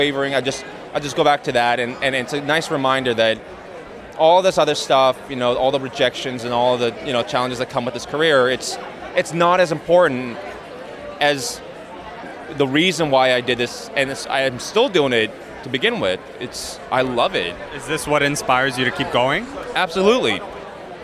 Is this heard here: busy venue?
yes